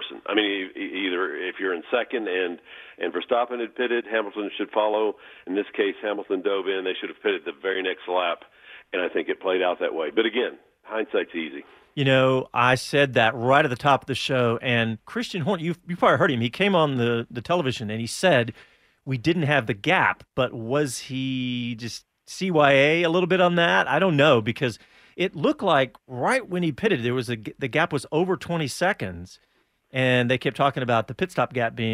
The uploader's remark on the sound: joins us on the phone with his insights